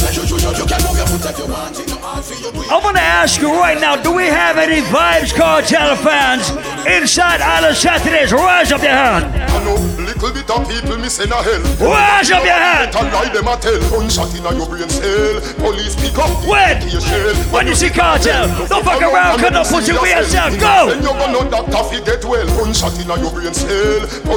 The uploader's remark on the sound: Live audio recording from July 29th at Island Saturdays.